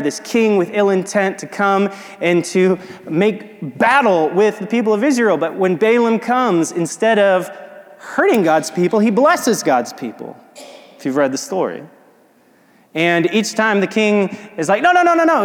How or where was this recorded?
large echoing room